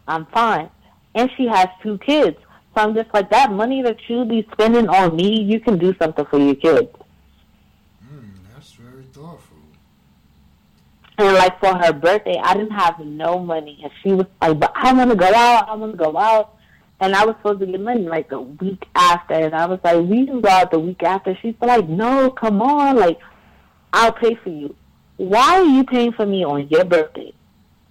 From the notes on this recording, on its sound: via phone